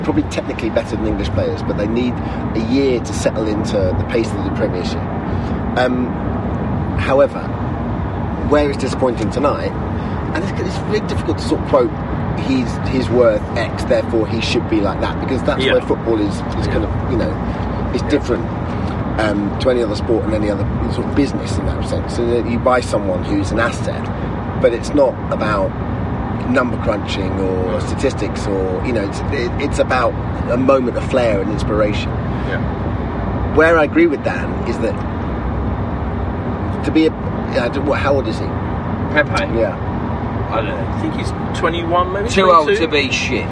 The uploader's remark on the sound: record a podcast on their way back from our 1-1 draw with Manchester United